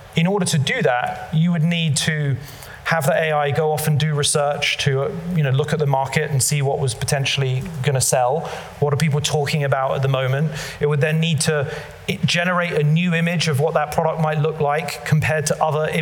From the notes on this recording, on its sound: live at the Tabernacle theatre in London